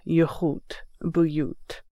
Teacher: For yachut, the first vowel is an u rather than an a.